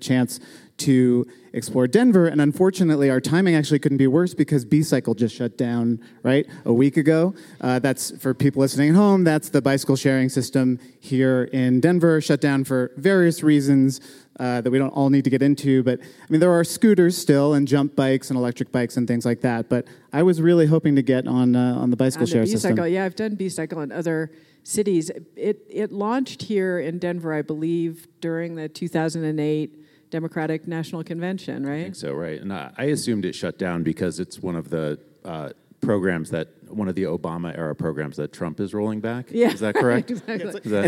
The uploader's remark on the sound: Live in Denver! For our first live episode, The War on Cars heads to Denver, Colorado. At the Moving People Forward Conference in Denver, Colorado presented by Bicycle Colorado.